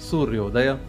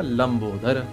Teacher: उसमें तो अ और उ की संधि से ओ ही बनता है, आ तो कहीं बनता नहीं